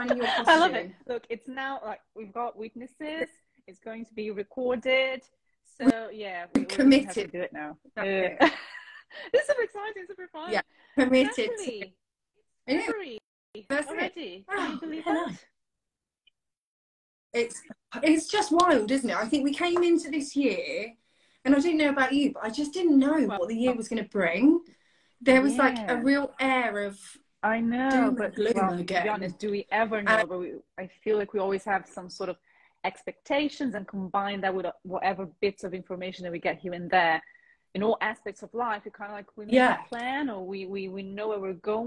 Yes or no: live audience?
no